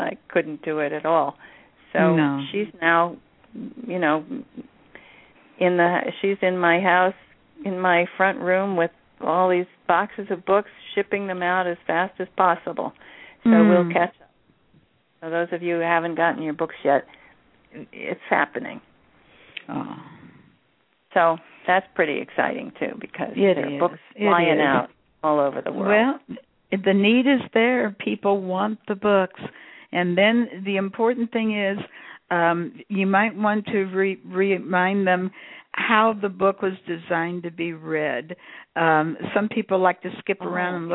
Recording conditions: phone line